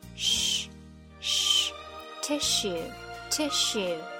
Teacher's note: 注意 tissue 的发音，舌位向后缩